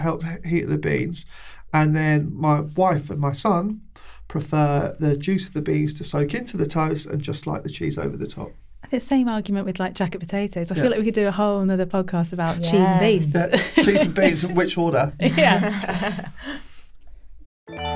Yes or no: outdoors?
no